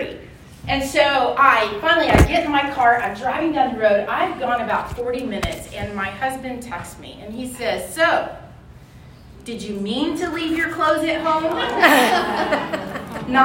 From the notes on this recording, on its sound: This episode was recorded at this year's Thrive Collective.